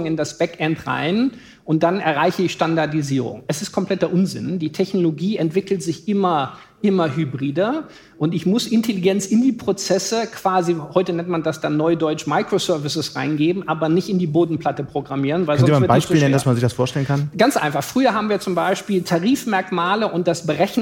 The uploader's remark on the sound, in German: Live-Podcast